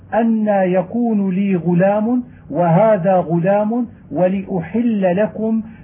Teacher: فحيثما وقعت اللام بأي حركة كانت مشددة أو مخففة فاللفظ بها مرققة غير مغلظة